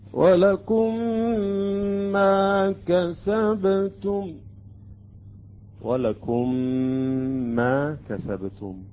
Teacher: أيضا ميمين أدغمت أصبحت ميم مشددة مع الغنة